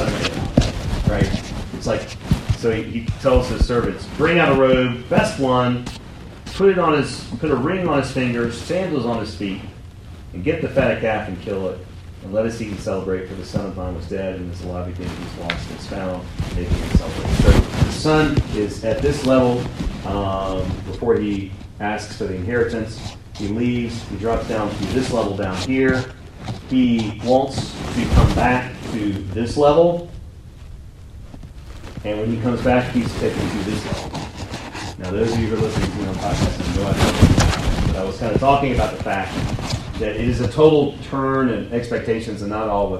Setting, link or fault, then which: fault, poor sound quality